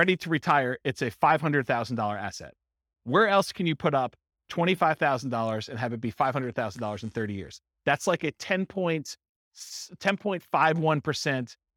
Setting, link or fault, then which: setting, live audience